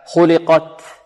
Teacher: وعندنا التاء هذه مهموسة، والهمس هو جريان النفس، إذن التاء شديدة منحب الصوت عندها وهي مهموسة، يجري فيها ماذا؟ النفس